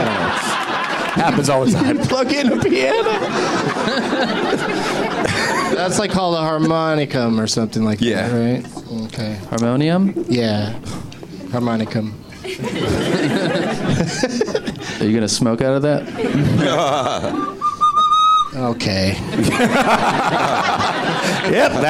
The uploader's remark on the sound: Live from the Improv in Washington D.